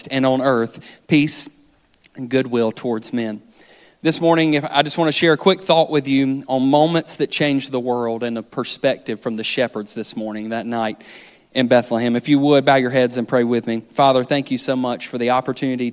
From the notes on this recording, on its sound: This sermon was recorded on December 17th, 2023 at our main campus in Florence, SC